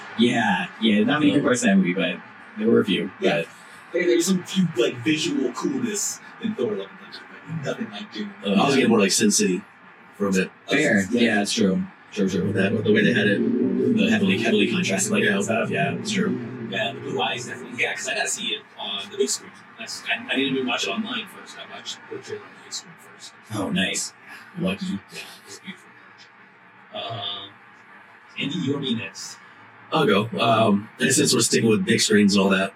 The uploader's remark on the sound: Audio is not up to snuff due to technical issues